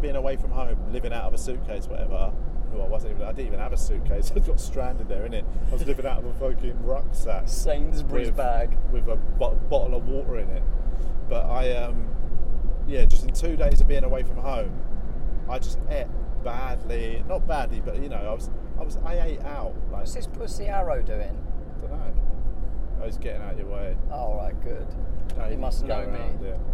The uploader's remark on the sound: A special episode recorded on the M4 motorway. On the way back from gigs.